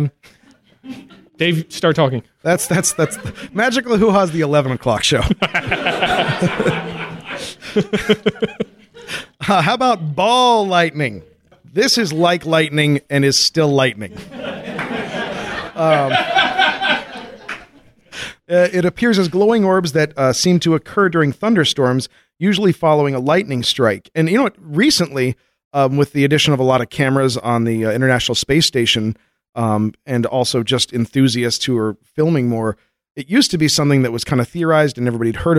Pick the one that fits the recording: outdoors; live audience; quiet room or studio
live audience